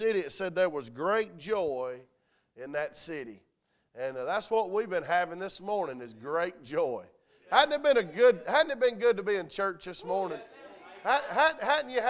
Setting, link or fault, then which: setting, large echoing room